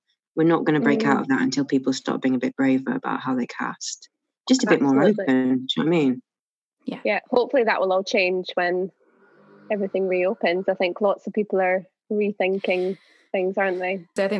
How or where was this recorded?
video call